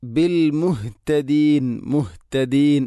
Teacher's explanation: തൊണ്ടയുടെ ഏറ്റവും അടിഭാഗമാണ് ഹ ഇൻ്റെ മഖ്റജ്